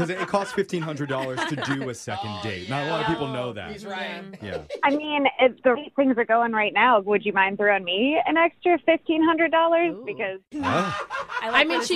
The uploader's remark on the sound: The woman on the phone today